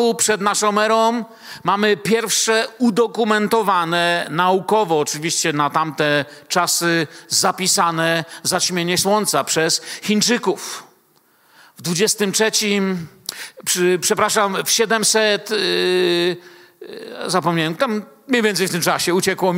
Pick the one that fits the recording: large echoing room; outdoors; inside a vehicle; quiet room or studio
large echoing room